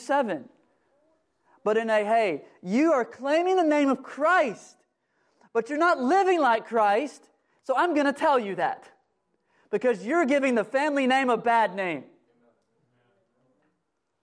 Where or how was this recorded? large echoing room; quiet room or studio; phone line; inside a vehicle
large echoing room